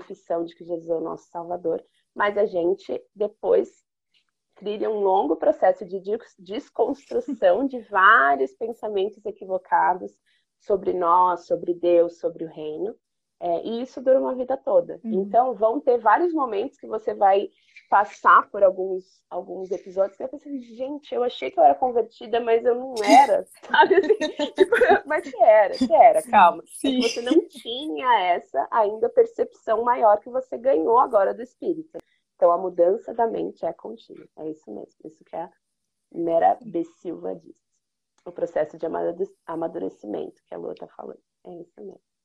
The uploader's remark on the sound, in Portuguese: uma live no seu instagram